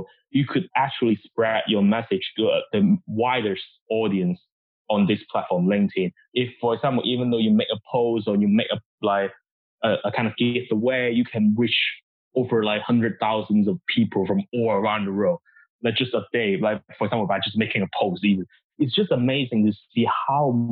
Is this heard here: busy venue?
no